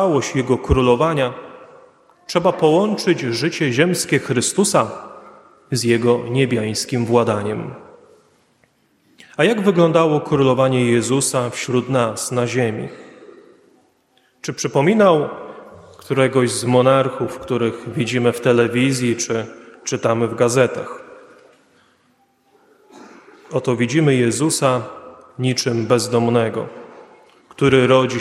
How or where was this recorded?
large echoing room